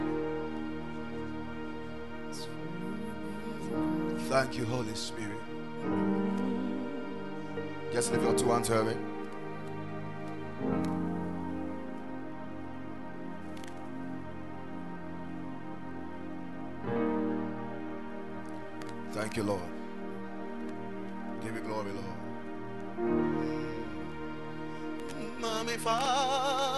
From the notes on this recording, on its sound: Preached at the Ekklesia Campus